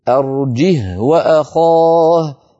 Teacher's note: فالهاء ساكنة وصلا ووقفا